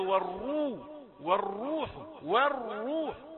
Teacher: ضم الراء كاملا جاء في لفظ والروح، والروح، والروح، واو رقيقة، ايه والروح، لكن ناس كتير يقولوا والروح، والروح فيها، يبقى فرق شاسع.